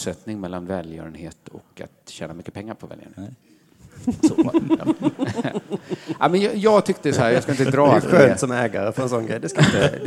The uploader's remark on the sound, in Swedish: Inspelad på Draken i Göteborg.